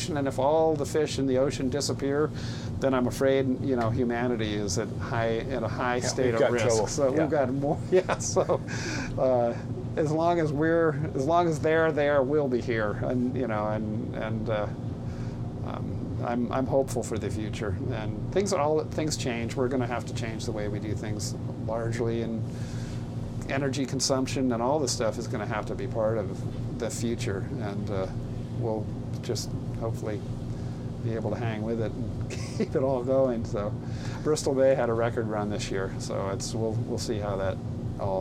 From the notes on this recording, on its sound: An episode recorded on board a 90’ wooden fishing vessel off the coast of Sitka, Alaska. A beautiful morning in the harbor and open water off the coast of Southeast Alaska.